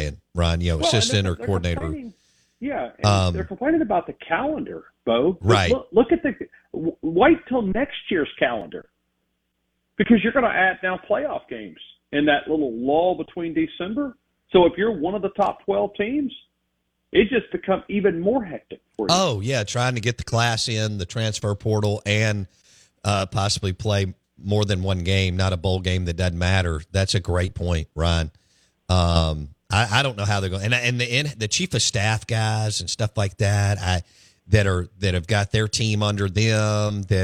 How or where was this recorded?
phone line